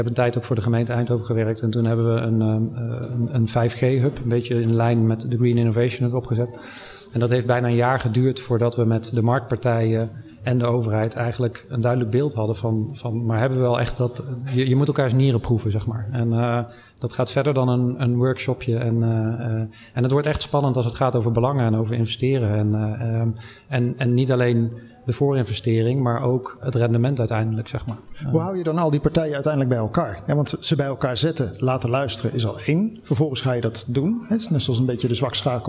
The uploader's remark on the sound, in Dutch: Een van de events op de Floriade Expo-terrein vond plaats op 24 augustus: het Floriade Hub Café. Een live-radioprogramma vanuit de Green Innovation Hub in The Natural Pavilion met muziek.